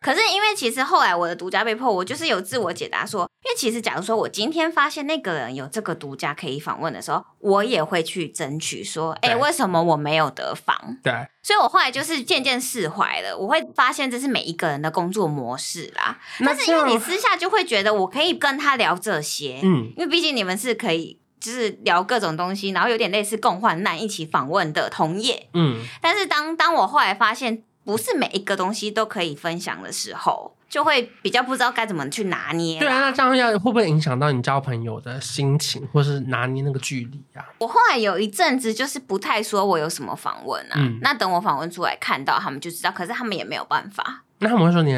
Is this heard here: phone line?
no